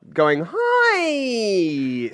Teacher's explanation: Starts quite highly pitched and stays that way.